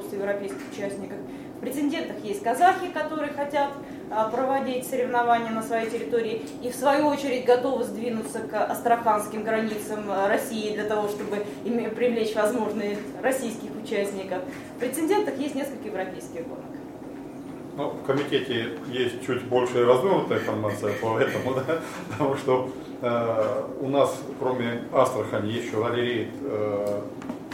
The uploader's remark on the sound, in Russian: Ралли-рейд ЗОЛОТО КАГАНА 2015. Пресс-конференция 07.04.15. В записи пресс-конференции, которая прошла 7 апреля 2015 года в стенах Российской Автомобильной Федерации.